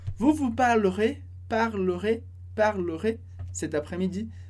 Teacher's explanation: é comum que o som do E antes do R desapareça. Então a gente poderia falar vous vous parlerez cet après-midi, mas é mais comum que a gente ouça vous vous parlerez, parlerez, parlerez cet après-midi, porque fica mais rápido, fica mais fácil de falar.